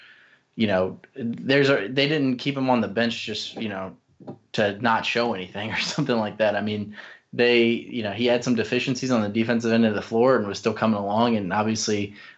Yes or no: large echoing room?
no